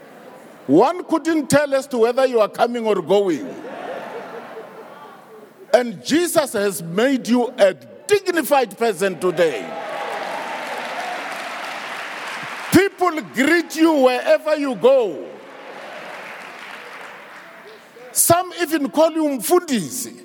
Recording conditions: live audience